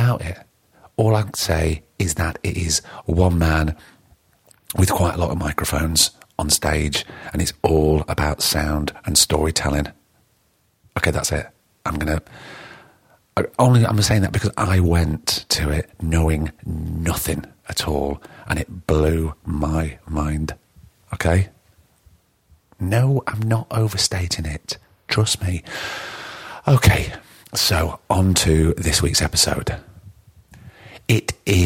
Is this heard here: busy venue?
no